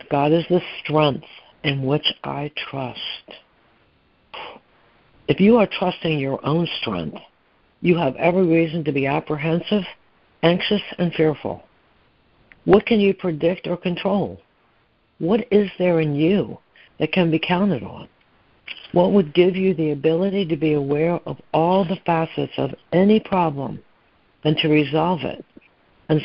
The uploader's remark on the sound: Daily Conference Call